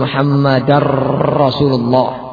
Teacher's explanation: membuat getaran terlalu banyak pada ra sehingga lafaznya menjadi Muhammadar Rasulullah